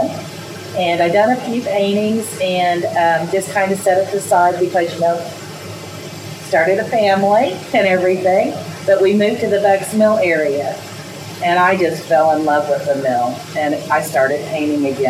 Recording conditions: sounds in the background